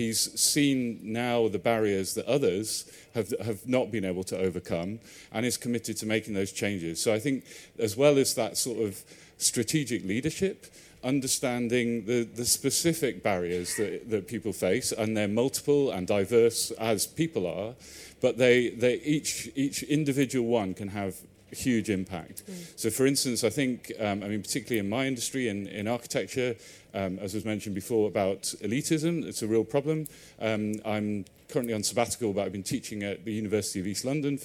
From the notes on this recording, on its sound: EG at MIPIM. Recorded live at MIPIM 2023.